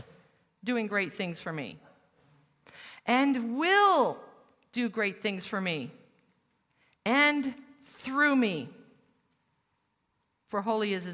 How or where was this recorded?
live audience